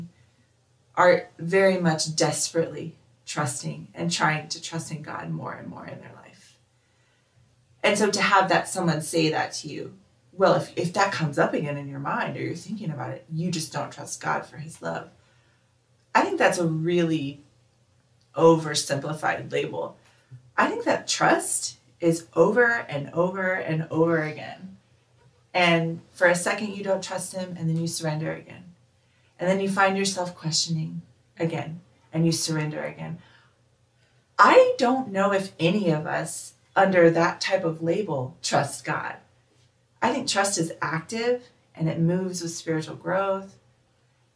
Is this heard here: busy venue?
no